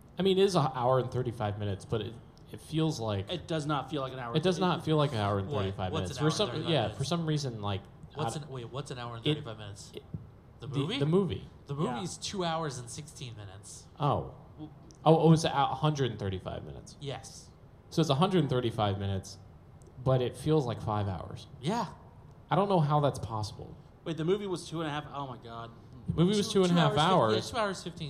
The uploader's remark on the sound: we're live at Farpoint 2020!